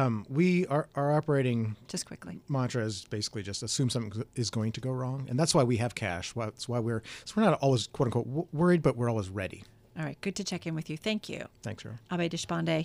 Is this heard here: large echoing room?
no